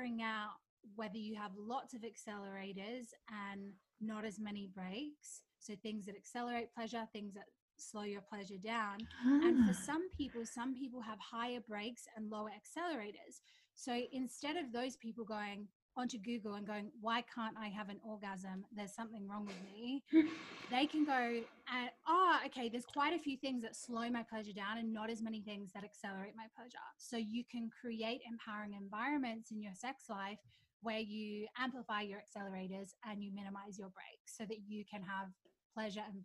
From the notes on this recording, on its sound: Note: The sound quality is not to usual standards as I experiment with a new recording platform!